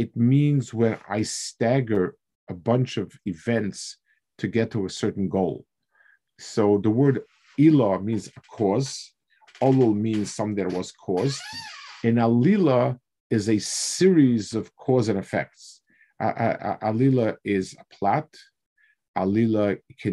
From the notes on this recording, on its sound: This shiur takes place over Zoom on Motzei Shabbos.